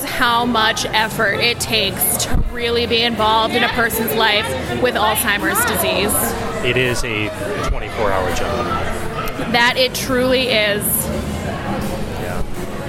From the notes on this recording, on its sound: Live From 2016 Brew Up Some Memories Event